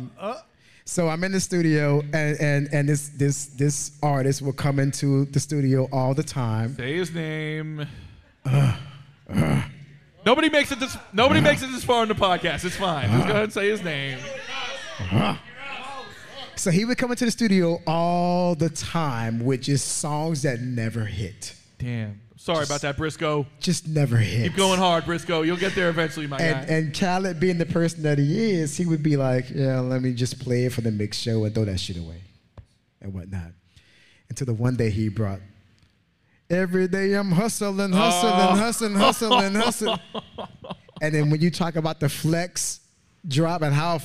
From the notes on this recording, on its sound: This episode was brought to you LIVE (2/21/23) from the World Famous Miami Improv ! This episode was brought to you LIVE (2/21/23) from the World Famous Miami Improv !